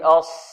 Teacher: والصاد مفخمة وتفخيمها بدون ضم الشفتين